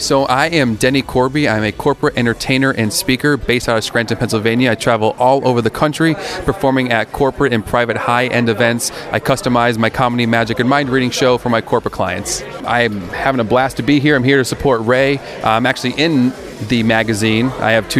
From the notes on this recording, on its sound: LIVE from the Launch Party of Issue No 1